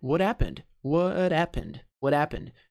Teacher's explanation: muitas vezes americanos vão juntar esse happened como se o H não existisse